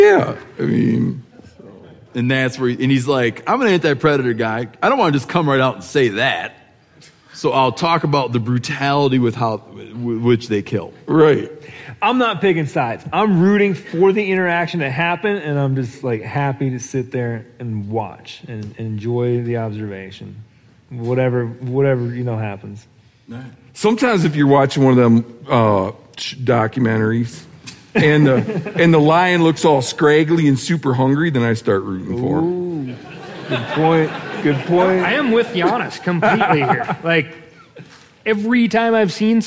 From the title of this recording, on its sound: Live from Bozeman